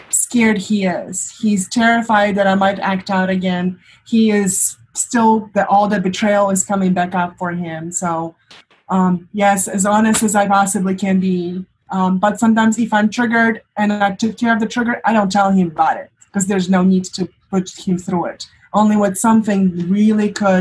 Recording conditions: video call